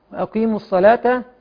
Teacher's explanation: الصلاة كذلك نراعي ترقيق حرف اللام وليس التغليظ